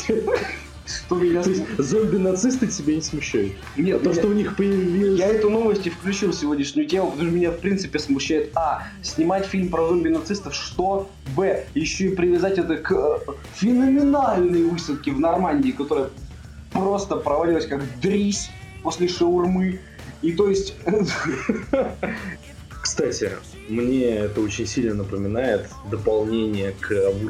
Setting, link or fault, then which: fault, poor sound quality